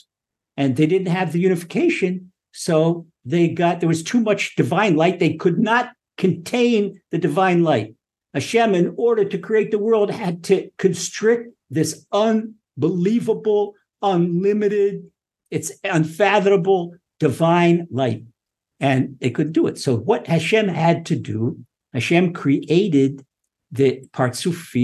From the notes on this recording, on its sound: Recorded via TORCHzoom.